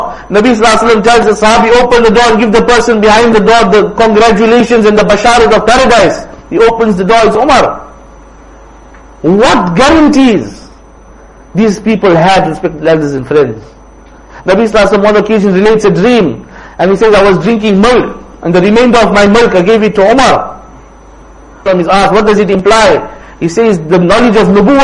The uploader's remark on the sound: Jumuah lecture at Rockford Musalla